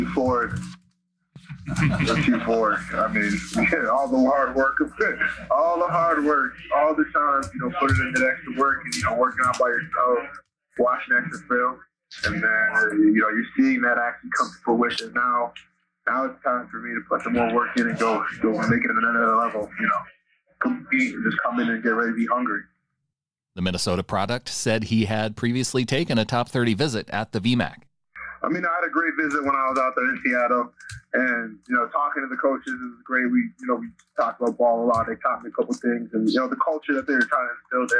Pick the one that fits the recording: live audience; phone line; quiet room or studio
phone line